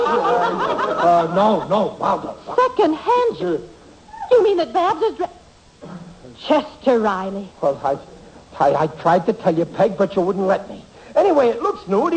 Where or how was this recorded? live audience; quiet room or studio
live audience